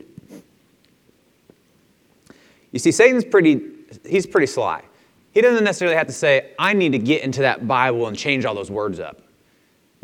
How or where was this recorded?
large echoing room